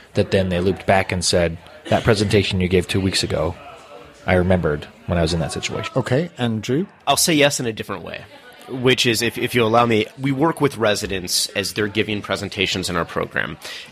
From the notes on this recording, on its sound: In the first outside broadcast of p cubed podcasting I was privileged to speak at the Ikigai MedEd Conference just this last week held in Versailles, Kentucky, USA.